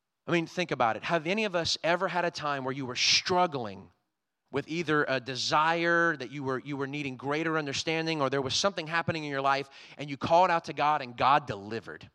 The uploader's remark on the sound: Was recorded on Sunday, August 21st, 2022, during service at The Anchor Church in Rockport, Maine.